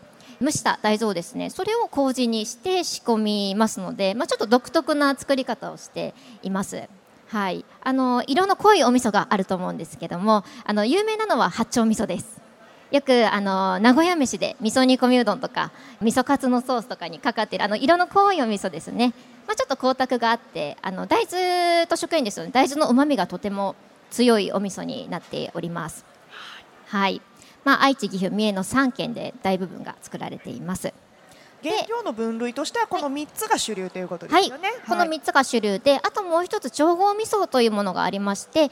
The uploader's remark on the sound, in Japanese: CRAFT SAKE WEEK 2023 at ROPPONGI HILLSにて公開収録。